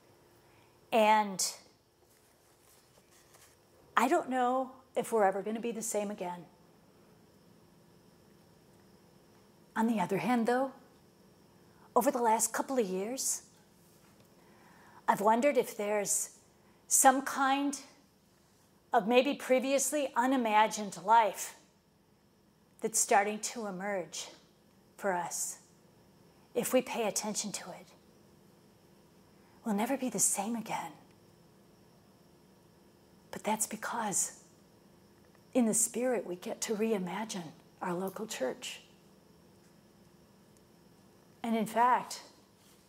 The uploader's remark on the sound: lectures at Moreau Seminary, Notre Dame, IN, on September 22, 2016.